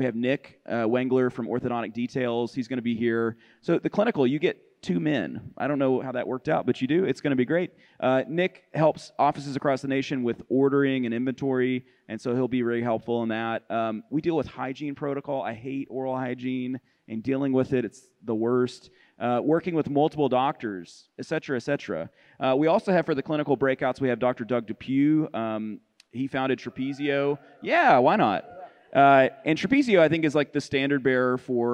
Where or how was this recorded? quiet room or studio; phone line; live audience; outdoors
live audience